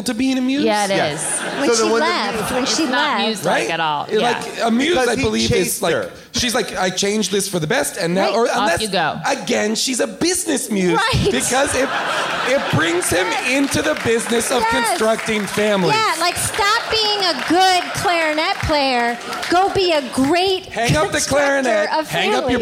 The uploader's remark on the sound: Recorded LIVE at Largo in Los Angeles